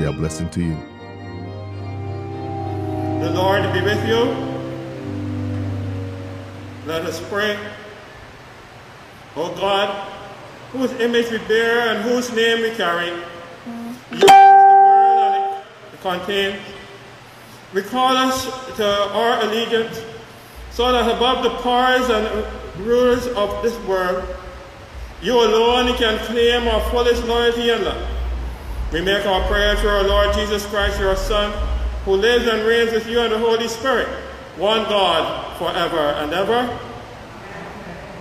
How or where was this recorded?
large echoing room